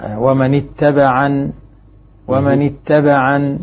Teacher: ننبه على مسألة الوقف أن ينتبه القارئ إلى فتح العين ومن اتبعا ومن اتبعا.